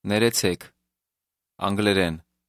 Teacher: Did you hear how the speaker stressed the last part of those two words?